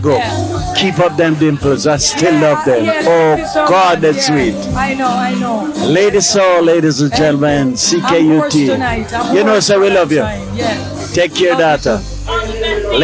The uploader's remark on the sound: This was taken from the August 2015 live broadcast from the Montreal International Reggae Festival.